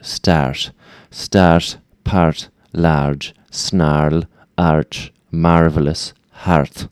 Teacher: R, you got a bright R sort of sound